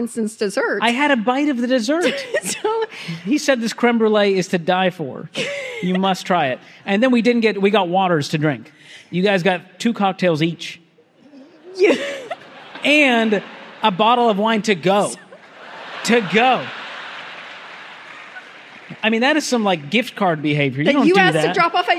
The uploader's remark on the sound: A LIVE audience.